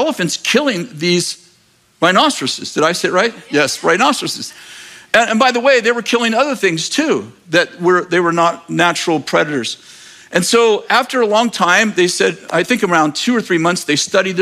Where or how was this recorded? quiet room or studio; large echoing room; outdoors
large echoing room